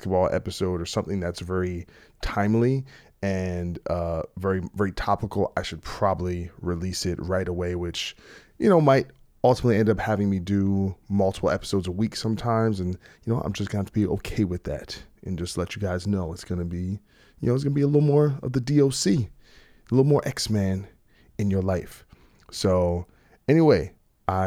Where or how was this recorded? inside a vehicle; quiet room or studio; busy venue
quiet room or studio